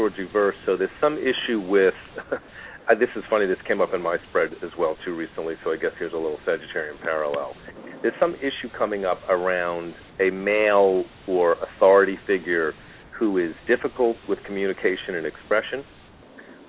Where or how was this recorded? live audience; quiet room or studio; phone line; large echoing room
phone line